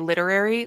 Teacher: I think I'm dropping an R when I say literary